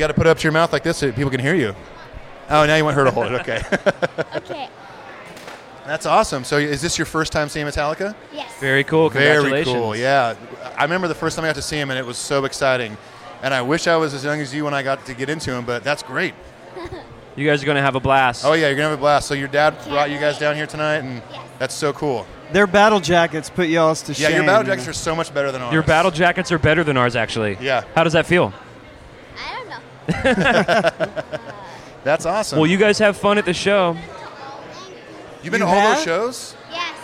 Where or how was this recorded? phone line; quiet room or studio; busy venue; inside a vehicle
busy venue